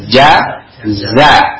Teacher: Yang za ini tidak ada tertahan. Kalau ja ada tertahan.